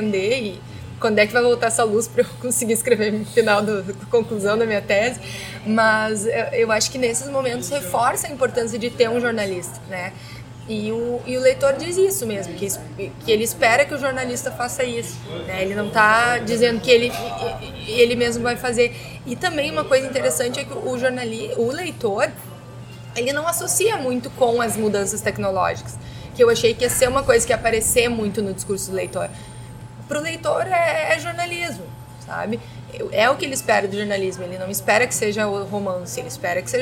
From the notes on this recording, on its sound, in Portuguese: O bate-papo foi gravado no Café do Duque, no Centro Histórico de Porto Alegre, em agosto de 2016.